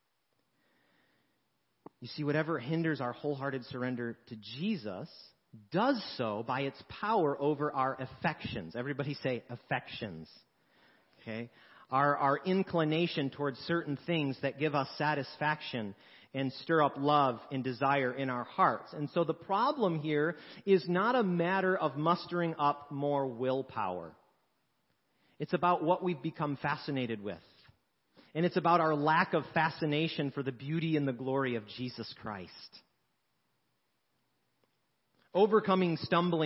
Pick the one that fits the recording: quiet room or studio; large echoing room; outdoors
large echoing room